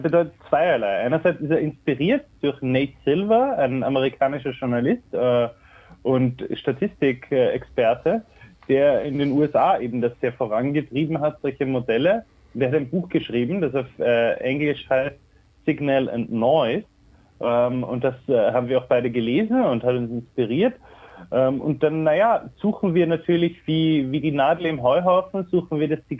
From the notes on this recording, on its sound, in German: Telefoninterview